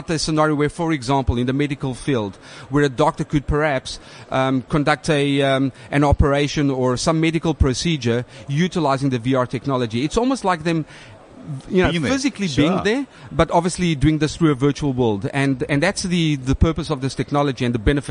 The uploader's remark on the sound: Gartner Symposium '15 Interview